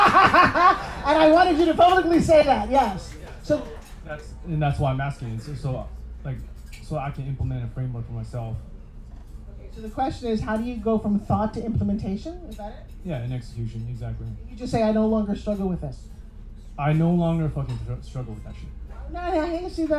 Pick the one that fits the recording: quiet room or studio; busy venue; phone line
busy venue